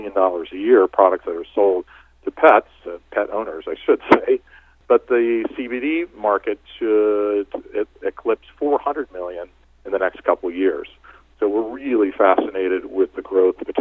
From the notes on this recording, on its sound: called in to SmallCapVoice.